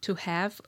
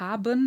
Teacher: dieser Wechsel vom V oder W dann zu B, das ist eben auch ganz regelmäßig